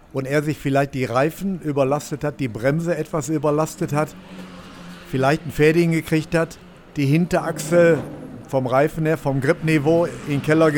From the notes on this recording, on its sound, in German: live in der Box von Schnabl Engineering